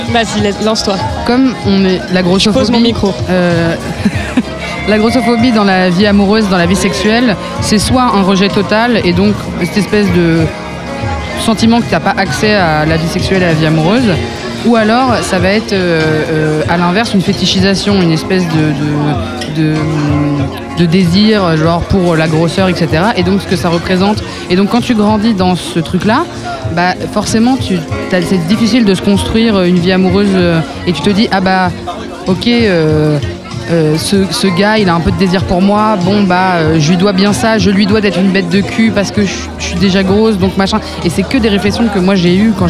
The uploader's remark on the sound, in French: En direct de La Douve Blanche. Enregistré au festin des chef·fes du festival de la Douve Blanche.